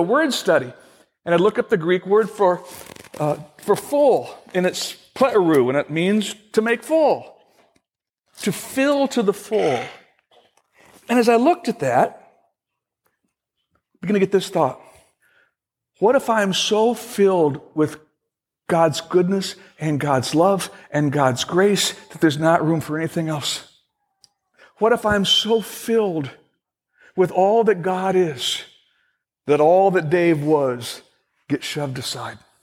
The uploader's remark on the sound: Originally recorded on February 28, 2016, at Fellowship Missionary Church, Fort Wayne, IN.